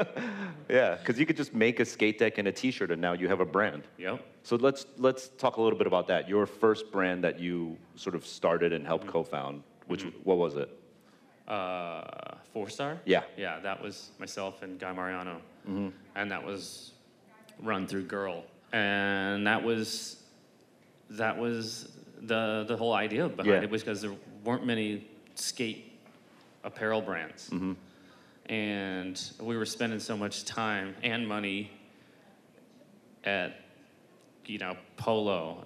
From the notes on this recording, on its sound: In this live recording